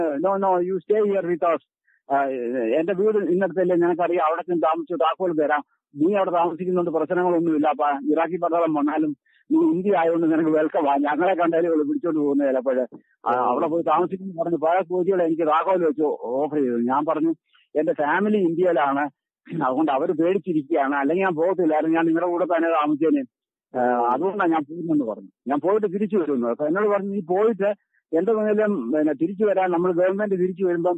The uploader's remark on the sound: Telephone Interview